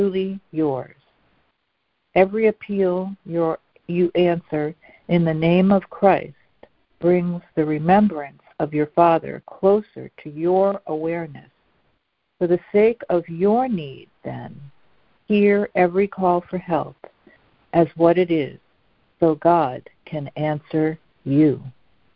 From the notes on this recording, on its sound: ACIM Daily Conference Call.